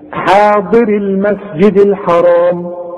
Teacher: ان كانت الياء ساكنة وبعدها جه حرف ساكن سقطت لفظا